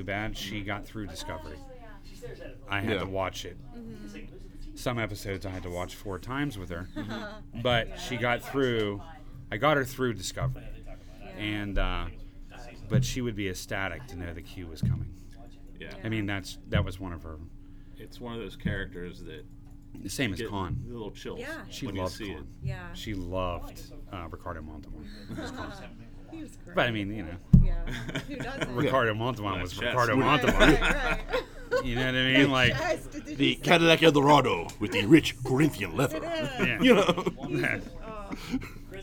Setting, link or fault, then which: setting, busy venue